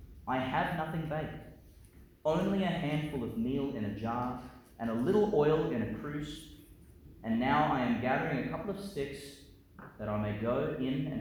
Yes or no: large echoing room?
yes